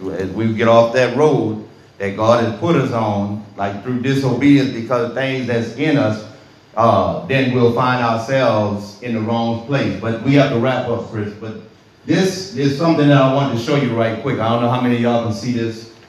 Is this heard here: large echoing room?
yes